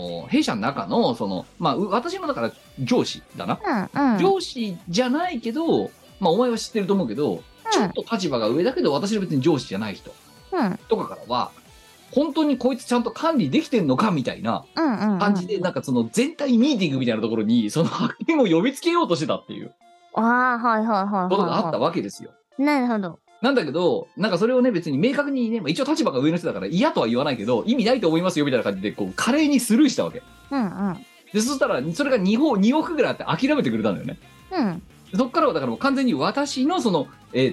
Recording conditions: video call